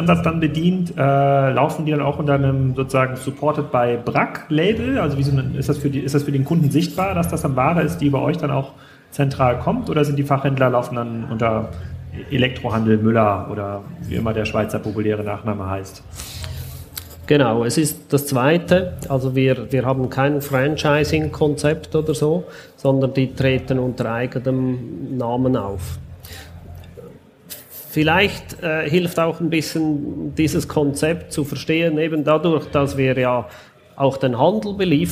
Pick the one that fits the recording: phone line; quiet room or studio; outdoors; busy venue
busy venue